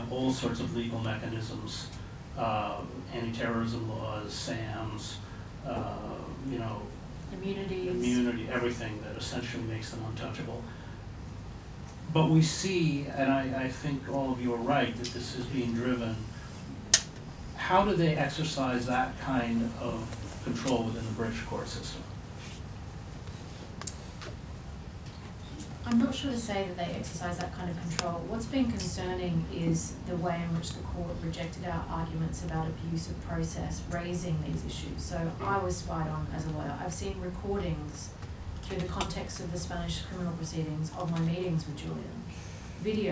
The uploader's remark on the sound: This is a panel I moderated on Monday evening. At The Frontline Club in London.